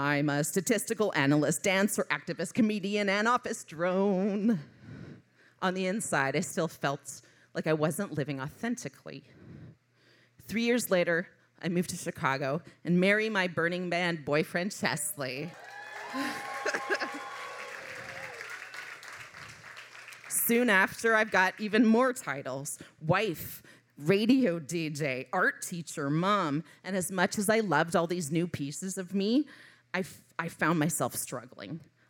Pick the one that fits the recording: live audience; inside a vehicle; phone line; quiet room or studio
live audience